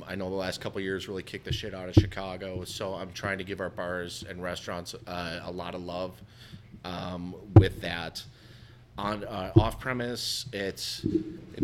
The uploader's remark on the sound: Live from Delilah’s we celebrated World Whisky Day with our good friends from six distilleries from across the world.